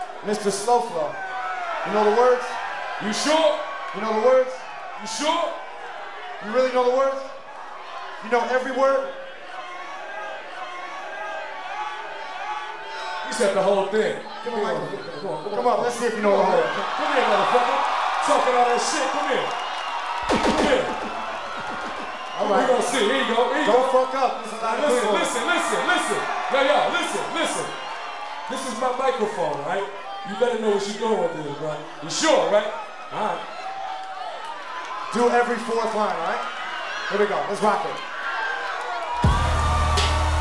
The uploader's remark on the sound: performing live in concert